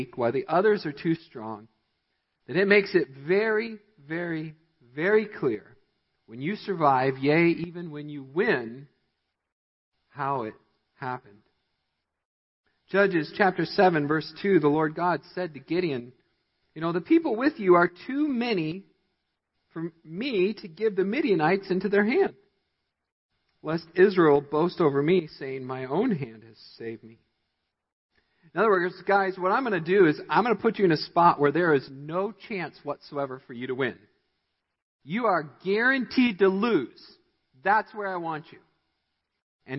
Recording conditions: large echoing room